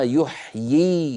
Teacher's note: فهنا عندنا يحيي كتبوها بياء واحدة، لكن القراء أجمعين يقرؤونها يحيي بياءين، الأولى مكسورة والثانية ساكنة